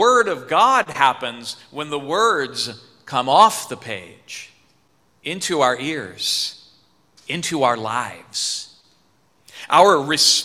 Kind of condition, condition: setting, large echoing room